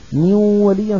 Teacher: صوت النون وصوت الواو اندمجا ببعضهما · Term: الإدغام